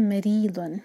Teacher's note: یہاں پر ری باریک رکھیں را پر کسرہ مریضن یہاں رکیں گے تو مریضا کنٹینیو کریں گے تو اظہار